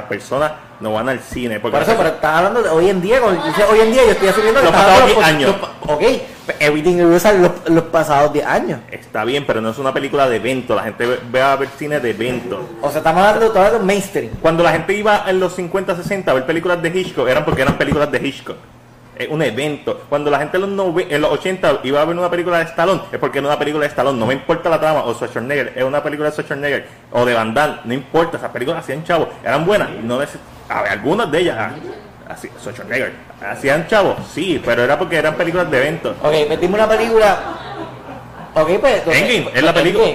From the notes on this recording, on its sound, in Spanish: Este episodio lo grabamos en BURGR BLVD 868